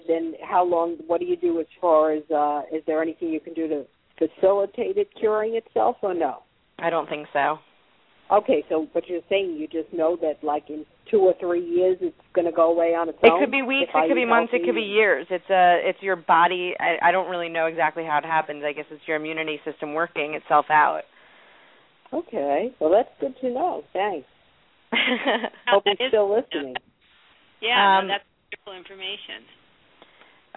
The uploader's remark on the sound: live call-in radio talk show